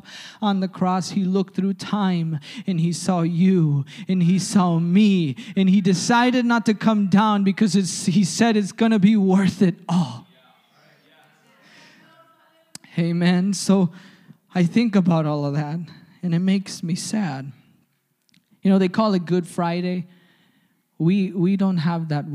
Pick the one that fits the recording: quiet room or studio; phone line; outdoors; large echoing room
large echoing room